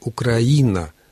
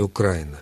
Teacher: ударение в названии республики должно стоять на предпоследнем слоге · Shown in: first take